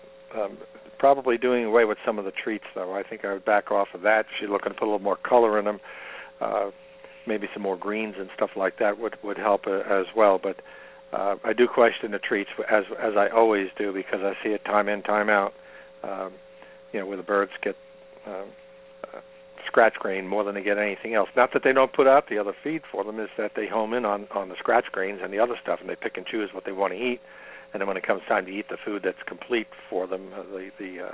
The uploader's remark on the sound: Today, we will be taking chicken health questions by phone and by my Facebok page! Is a nationally broadcast web radio show.